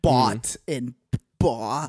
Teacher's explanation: if you're from the Pacific Northwest or on the West Coast, you're going to pronounce those two bought and bot words very similarly. It's called a merger.